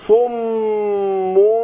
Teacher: الميم الاولى هتنطق باطباق الشفتين والثانيه بانفراج يسير او انفتاح يسير. يبقى الميم المشدده هتخرج بانطباق الصم واجي عند الثانيه صم واروح فاتح الثانيه حاجه بسيطه.